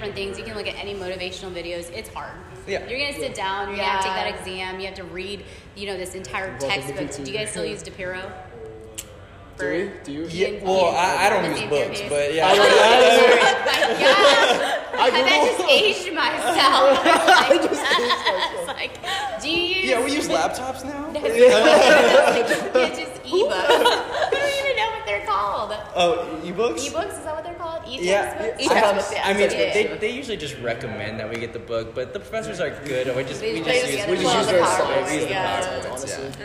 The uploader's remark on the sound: We recorded our podcast here, so thank you to Baylor Scott & White for being so accommodating. Sorry about the echo!